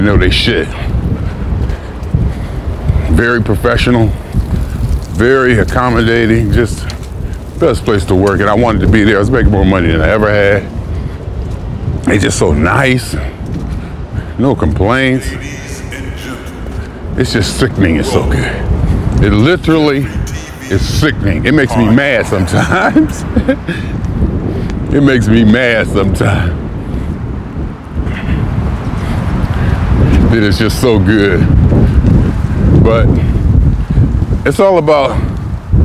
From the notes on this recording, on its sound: Me Walking Talking